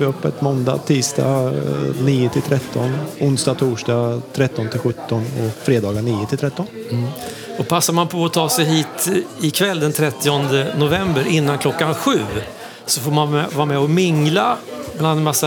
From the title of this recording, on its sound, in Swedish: Live från Meter Bikes i Stenkullen